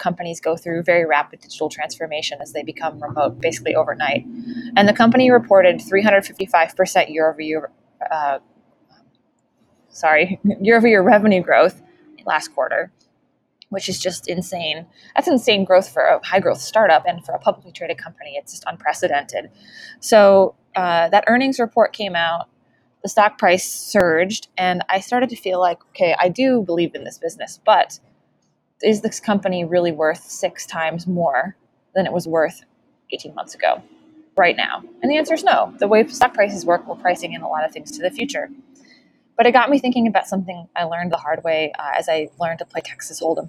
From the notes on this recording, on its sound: Hello from Lake Tahoe! We are on the road again, and I’m taking advantage of the slightly better AQI in the early morning to have some breakfast outside.